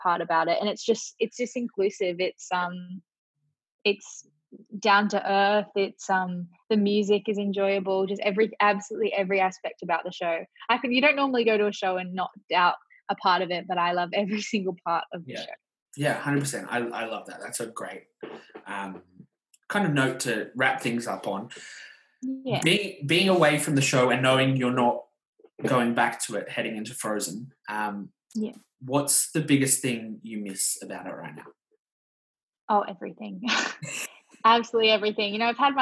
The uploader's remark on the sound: I did have some tech issues during this episode o the audio quality isn't 100%!